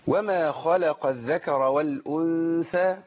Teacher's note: فخم الخاء لانها في مرتبه عاليه الخاء المفتوحه في المرتبه الثانيه من مرات التفخيم يعني عاليه واللام حرف مرقق والقاف محركه بفتح برضه ففي مرتبه